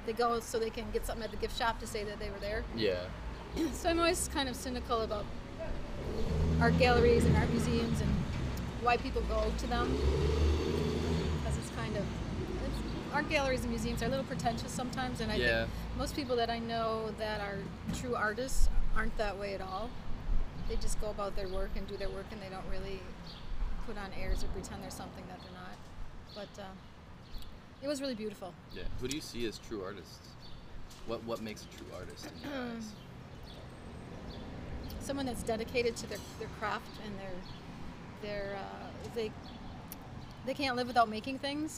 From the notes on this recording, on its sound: We record our conversation in the busy downtown area of Milwaukee (I APOLOGIZE FOR THE CIRCULAR SAW GOING OFF IN THE BACKGROUND OCCASIONALLY) outside of a hole in the wall coffee shop.